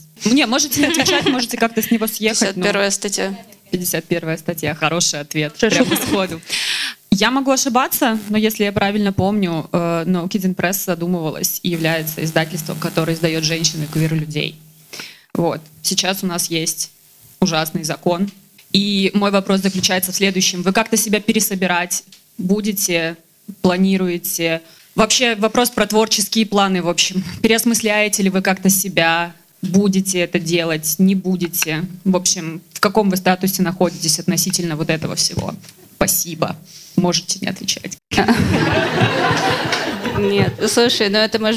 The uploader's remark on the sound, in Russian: Публикуем открытую запись подкаста, которая проходила на праздновании совместного дня рождения No Kidding Press и WLAG.